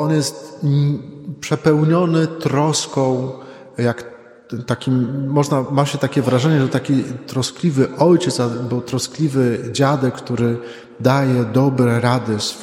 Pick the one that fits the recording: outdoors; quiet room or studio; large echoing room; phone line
large echoing room